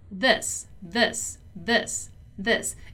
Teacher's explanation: when we talk about this in the singular, this, this, this, this, it's a more closed sound, right? So it's something like this, this, this, this, right?